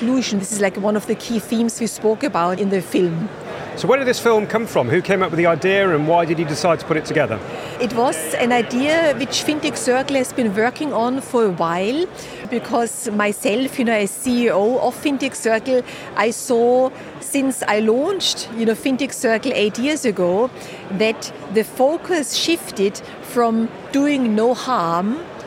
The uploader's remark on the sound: Recorded in partnership with Freemarket at FinTech Connect, that took place at the Excel in London. We recorded a series of interviews from the Freemarket booth with a number of the speakers and attendees at the event.